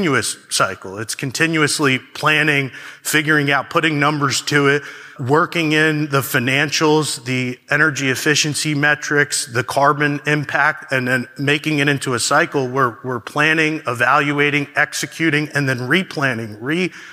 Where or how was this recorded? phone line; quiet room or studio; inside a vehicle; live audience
live audience